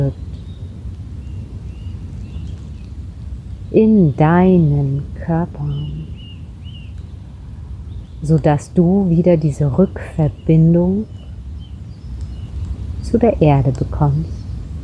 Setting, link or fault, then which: setting, outdoors